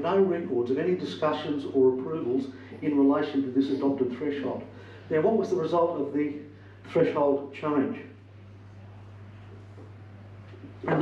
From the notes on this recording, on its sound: Recorded at the Family Hotel, 15 Parke St, Katoomba on 18th March 2023. Politics in the Pub - Money to Burn was recorded at the Family Hotel, 15 Parke St, Katoomba.